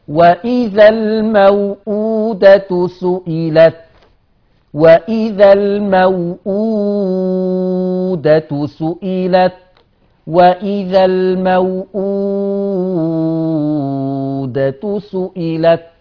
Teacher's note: لكن الواو التانية اللي ورا الهمزة ثلثت البدل 2 4 6. · Term: ثلاثة البدل